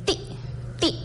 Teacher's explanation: Estoy diciendo ahí, pero es una i glotalizada.